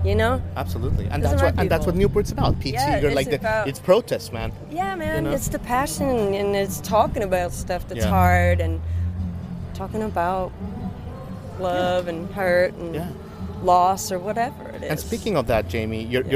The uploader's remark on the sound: Backstage at Newport Folk Festival. Recorded 7/29/23 in Newport, Rhode Island.